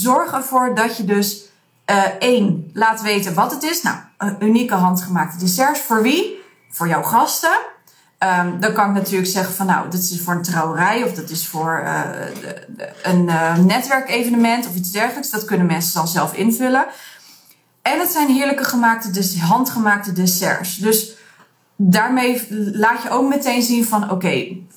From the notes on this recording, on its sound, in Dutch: Deze aflevering is ietsjes anders in kwaliteit als je van mij bent gewend omdat ik mijn onderzoeksresultaten in een Instagram Live heb gedaan.